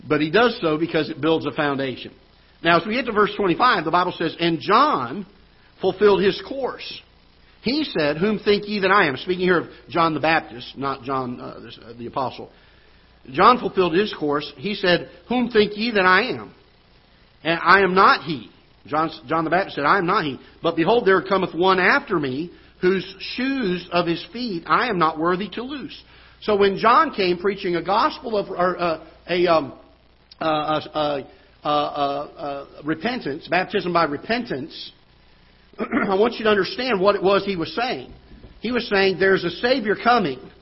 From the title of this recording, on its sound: Ketha Heights Baptist Church ~ Live Broadcast